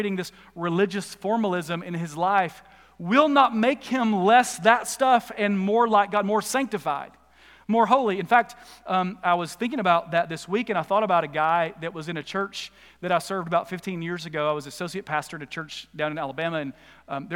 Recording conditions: live audience